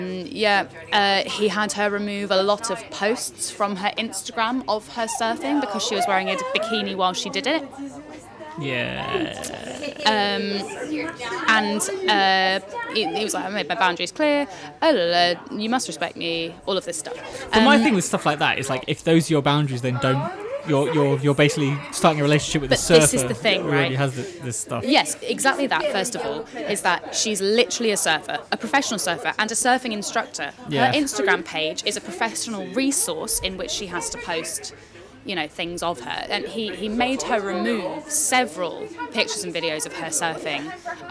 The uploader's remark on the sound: drinking IPA in a pub in Surbiton